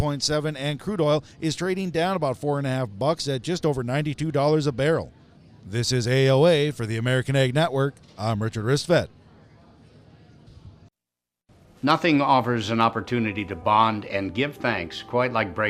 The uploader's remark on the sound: On location from the Farm Progress Show in Boone, Iowa. Broadcasted from the Trelleborg booth.